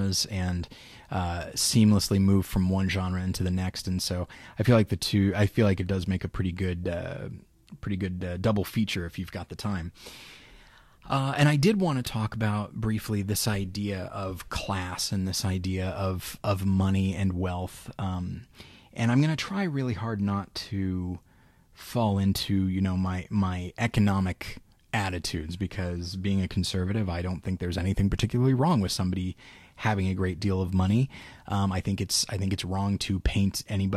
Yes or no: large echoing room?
no